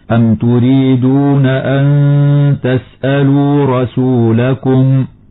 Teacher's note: إخفاء حقيقي لوقوع التاء بعد النون الساكنة